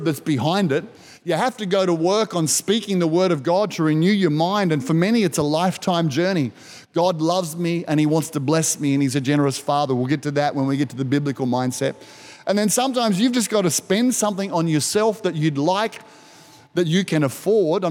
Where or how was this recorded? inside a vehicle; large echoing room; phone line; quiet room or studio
large echoing room